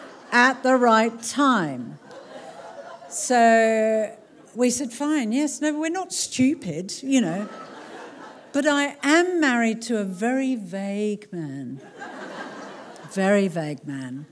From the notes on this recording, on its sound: This talk was recorded at the Marion Cultural Centre in front of a packed out crowd of people.